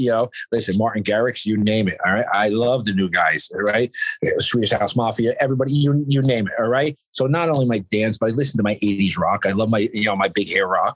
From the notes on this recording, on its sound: joined us in the BMB Zoom Room!